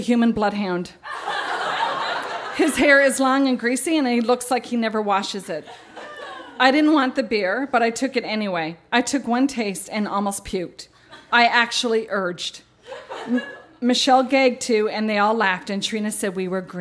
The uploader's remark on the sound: Recorded live at The Rocket Room in St. John's, NL.